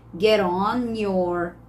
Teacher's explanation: E o T vai ficar com som de R. Tá vendo? A gente uniu e deixou com som de R.